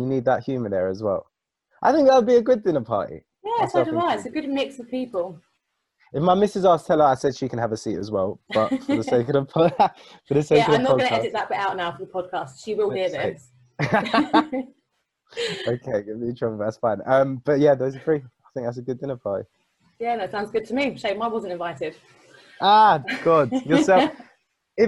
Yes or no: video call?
yes